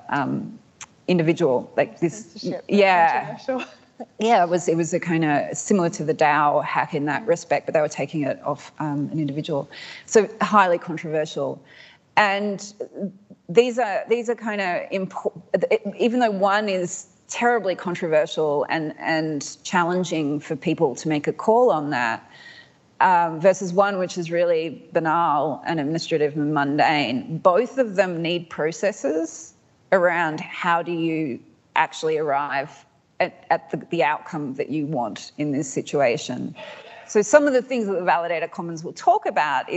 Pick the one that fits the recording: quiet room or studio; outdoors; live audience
live audience